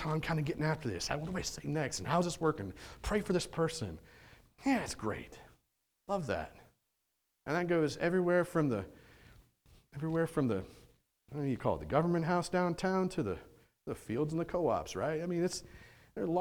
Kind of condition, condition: setting, large echoing room